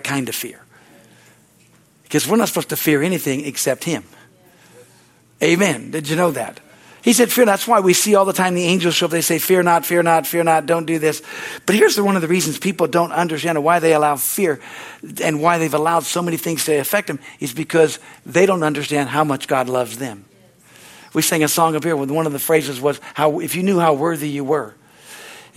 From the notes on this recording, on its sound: the Wednesday service on July 12, 2023 at Harvest Bible Church in Stockton, CA.